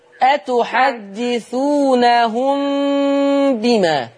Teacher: ميم معلهاش تشكيل ويأتي بعدها حرف الباء، قربي الشفتين خلاص واعملي غنة